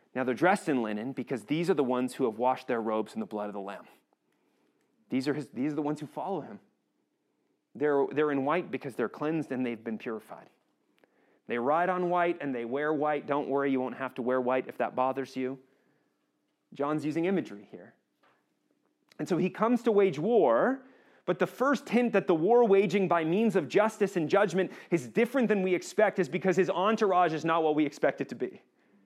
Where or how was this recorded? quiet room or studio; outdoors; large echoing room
large echoing room